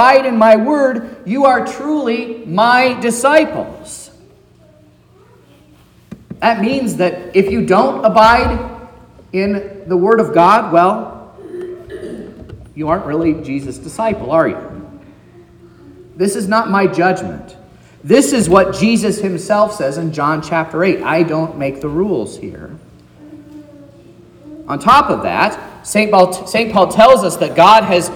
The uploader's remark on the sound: sermon preached at Trinity Lutheran Church in Vallonia, Indiana